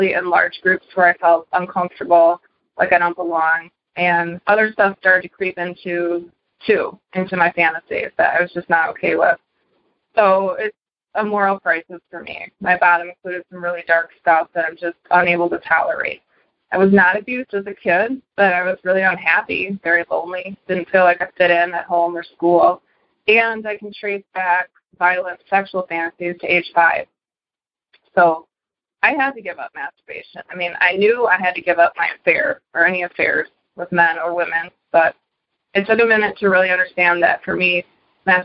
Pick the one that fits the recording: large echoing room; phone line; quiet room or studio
phone line